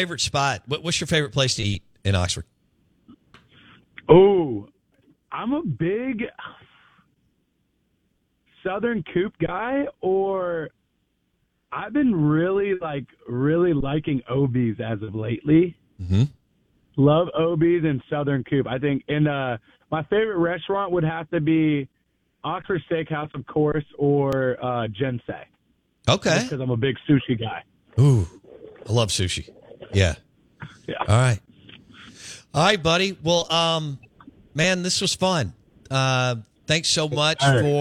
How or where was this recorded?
phone line